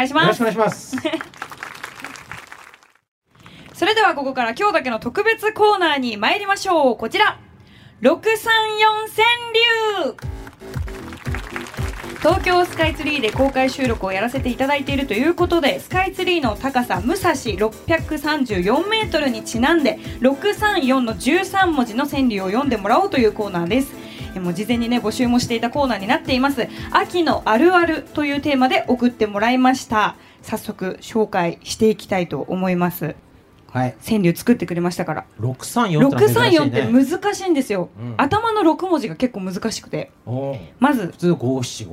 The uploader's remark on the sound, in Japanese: 公開収録！in東京スカイツリータウン。